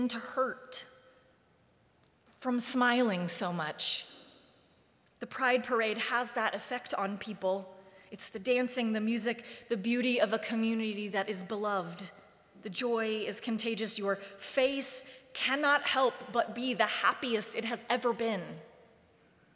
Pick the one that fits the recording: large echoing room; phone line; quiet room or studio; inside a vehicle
large echoing room